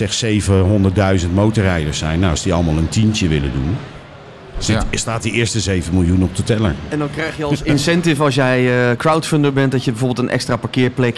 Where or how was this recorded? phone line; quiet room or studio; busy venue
busy venue